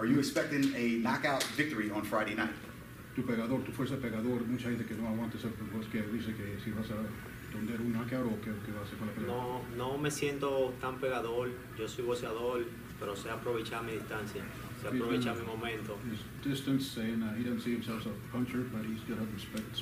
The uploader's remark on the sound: Press Conference for the August 4th SHOBOX: THE NEW GENERATION CARD at The Wind Creek Event Center